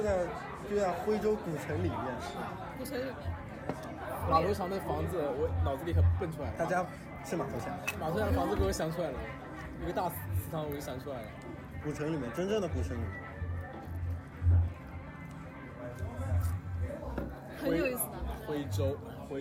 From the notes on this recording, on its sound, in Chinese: 声音嘈杂，喝酒分享。